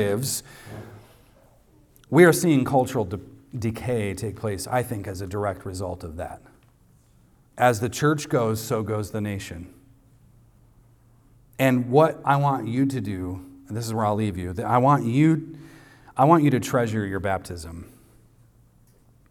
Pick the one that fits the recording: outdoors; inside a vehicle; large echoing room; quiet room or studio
large echoing room